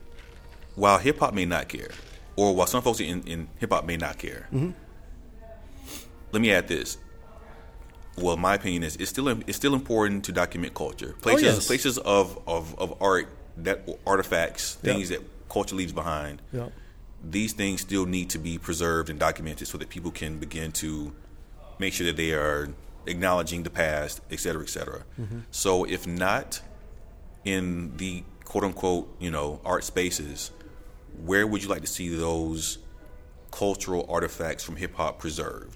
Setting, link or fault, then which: setting, busy venue